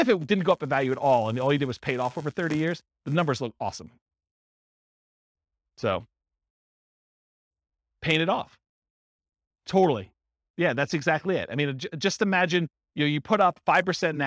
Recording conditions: live audience